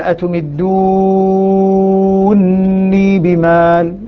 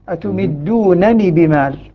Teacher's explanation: قال أتمدوني بمال، أتمدوني، هذه بدون أدغم النون، النون أدغم النونين معا، النونين معا فصارت نونا مشددة · Shown in: first take · Term: إدغام